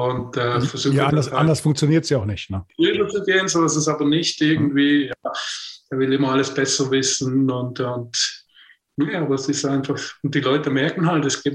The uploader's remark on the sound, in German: im Zoom-Call direkt aus dem schweizerischen Basel